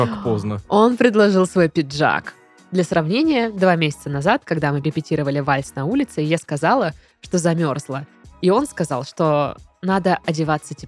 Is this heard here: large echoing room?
no